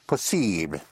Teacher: hardly audible touch of the L